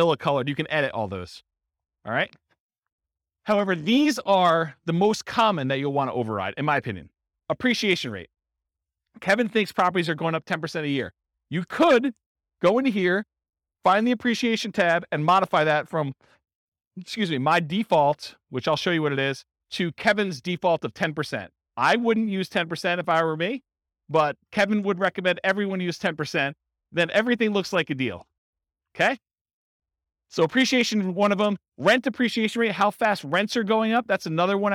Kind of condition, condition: setting, live audience